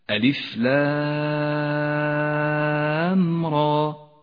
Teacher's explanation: يمد حرف اللام هنا 6 حركات لزوما · Term: المد اللازم الحرفي المخفف